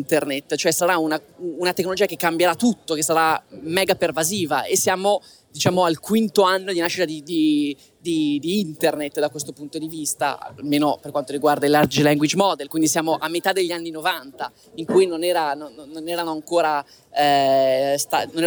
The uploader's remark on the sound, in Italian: Registrato live dal Web Summit di Lisbona. Alla più grande conferenza tech d’Europa.